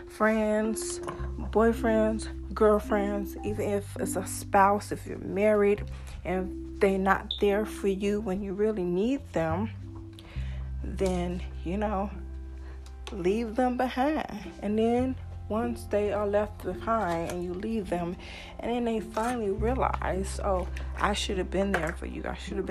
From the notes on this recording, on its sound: sorry once again for the noise